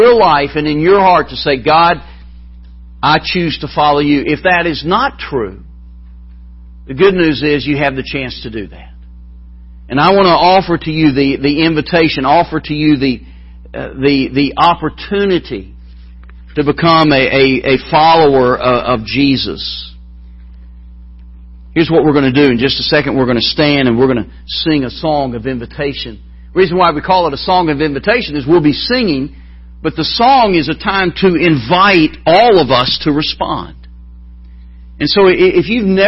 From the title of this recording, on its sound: MBC Spiritual Renewal Service Morning Service